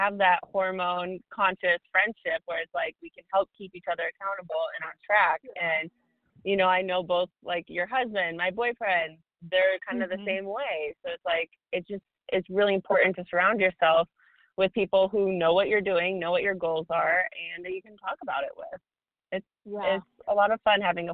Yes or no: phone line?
yes